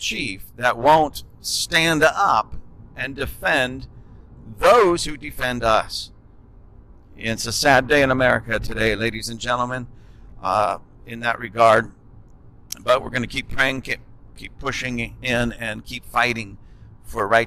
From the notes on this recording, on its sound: This is a conversation we had in the car coming home from a short vacation.